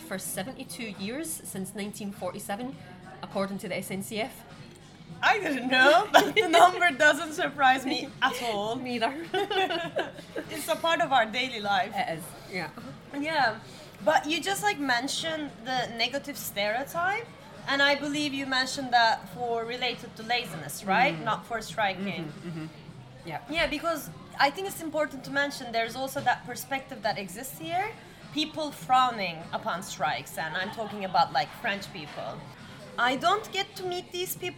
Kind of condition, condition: setting, busy venue